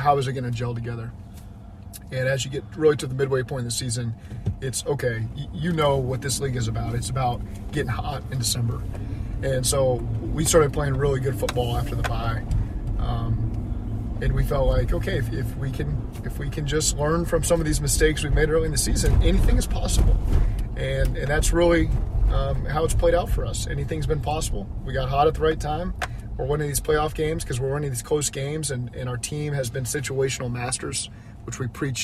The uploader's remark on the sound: Driving to work